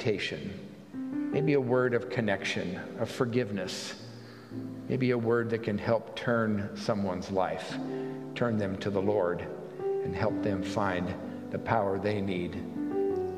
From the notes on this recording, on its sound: At the Pender UMC contemporary service on Sunday, September 17, 2023